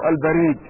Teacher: هكذا بفتح الباء وبكسر الراء